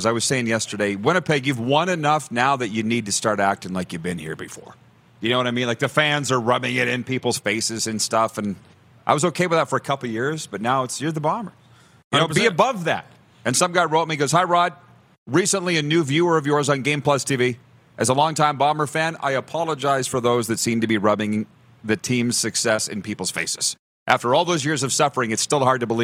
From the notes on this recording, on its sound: Welcome back to Grey Cup Week in Regina, SK! We are LIVE from Baller's Rec Room.